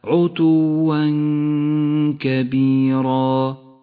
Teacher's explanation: التنوين وبعده حرف الكاف يخفى التنوين بالكاف مع بقاء غنة للتنوين بمقدار حركتين ولذلك لون التنوين باللون الأخضر. الغنة في هذا الموضع غنة مرققة لأن حرف الكاف الذي بعد التنوين حرف مرقق والغنة تتبع ما بعدها.